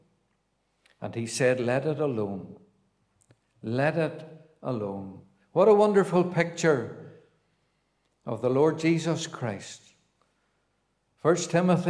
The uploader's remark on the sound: a Gospel Audio Recording from Ballyclare Gospel Hall